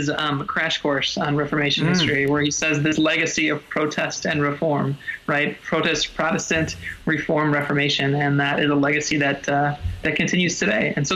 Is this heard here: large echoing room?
no